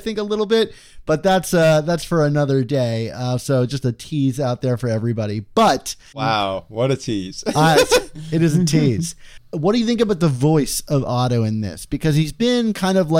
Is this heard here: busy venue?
no